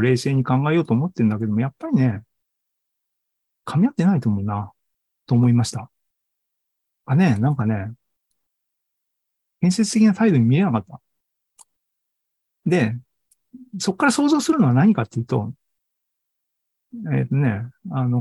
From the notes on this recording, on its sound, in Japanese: ２０２３年６月２４日に開催した ZOOMライブの模様です。